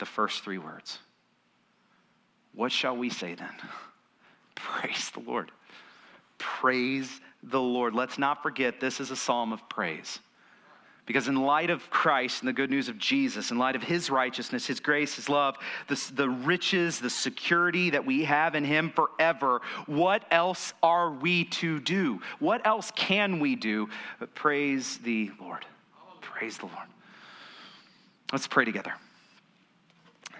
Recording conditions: large echoing room